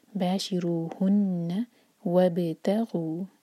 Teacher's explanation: با کی سکون کے بعد تا، تا پر زور